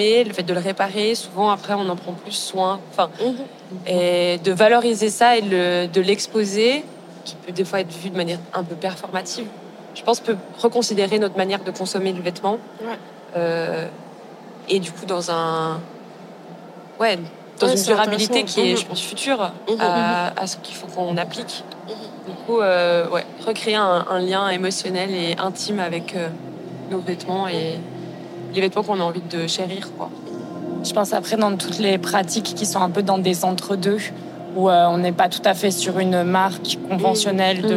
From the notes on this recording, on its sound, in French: Enregistrées “in situ” lors des Swiss Design Awards. Enregistrées “in situ” lors des Swiss Design Awards. Le contexte installatif des SDA. Au sein même des murs de la Messe à Bâle.